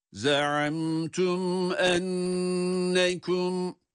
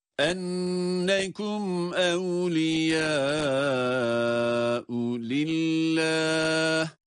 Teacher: Nun harfi şeddeli ve tutuyoruz.